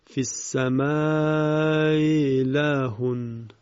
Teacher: وقتی همزه انتهای کلمه اول تسهیل میشود بین همزه و یا تلاوت میشه